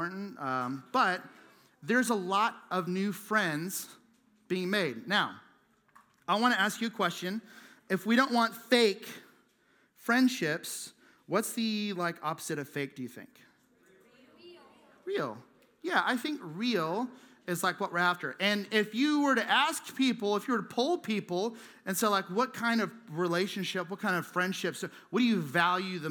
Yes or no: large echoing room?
yes